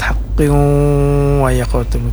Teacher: Namanya idgham bi gunnah. Idgham artinya masuk bi gunnah dengan dengung ya. Maksudnya dipanjangkan 4 harakat